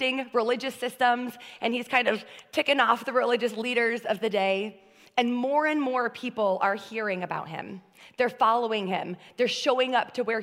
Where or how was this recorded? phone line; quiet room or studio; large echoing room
large echoing room